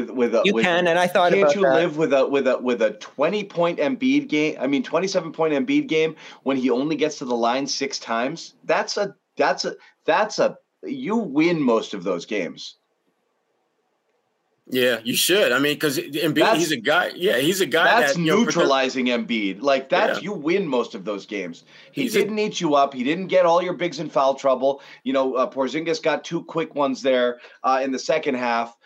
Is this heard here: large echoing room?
no